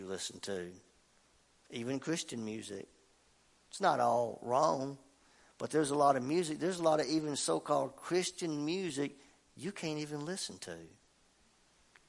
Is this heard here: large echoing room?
yes